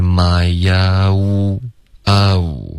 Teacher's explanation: my own 这段没有动嘴唇，应该是 myown，你要嘟嘴，导致一个滑动。